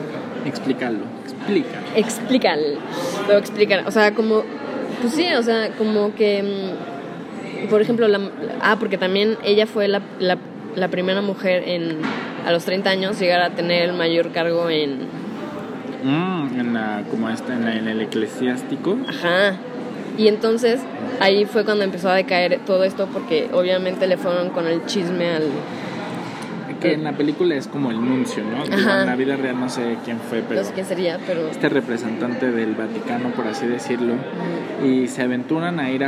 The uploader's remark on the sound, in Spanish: grabado en un café